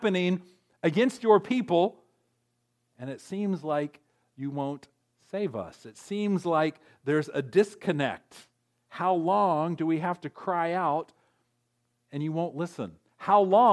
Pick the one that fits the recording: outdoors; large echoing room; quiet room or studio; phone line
large echoing room